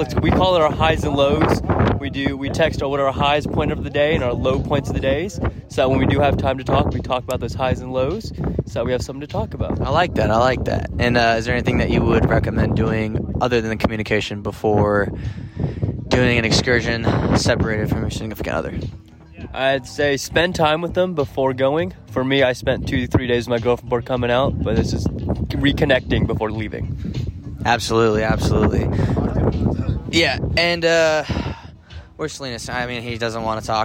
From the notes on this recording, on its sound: Recorded via our cell phones as we were on a boat during our deployment overseas. This is not the best audio whatsoever.